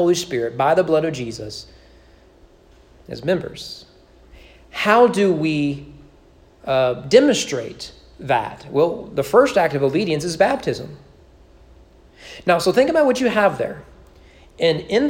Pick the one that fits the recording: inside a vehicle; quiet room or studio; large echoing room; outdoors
large echoing room